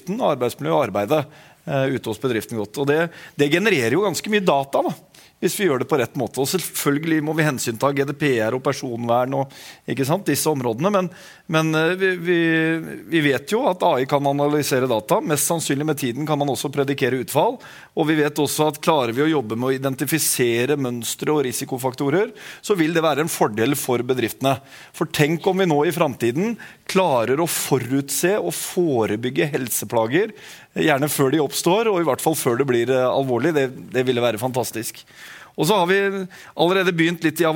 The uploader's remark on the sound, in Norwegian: Sammen debatterte de temaene på Bedriftshelsepoddens live-sending på BHT-konferansen.